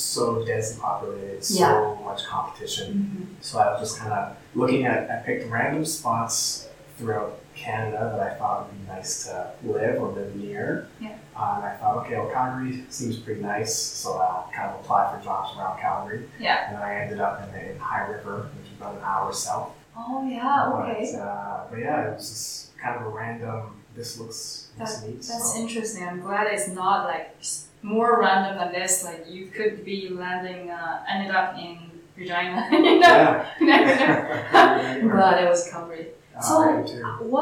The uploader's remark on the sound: Background noise